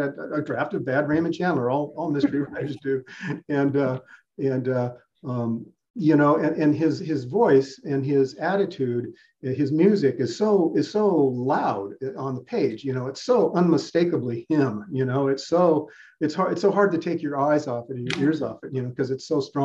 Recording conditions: video call